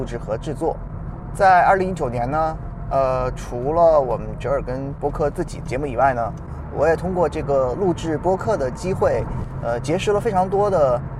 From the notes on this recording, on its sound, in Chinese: 由于是在车上用录音笔录制，音质非常抱歉，还望各位海涵。